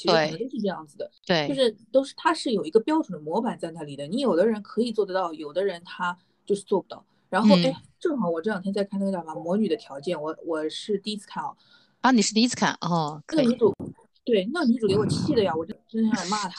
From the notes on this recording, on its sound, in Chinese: 采用了线上录制的形式。本次录制花费：没花钱的腾讯会议。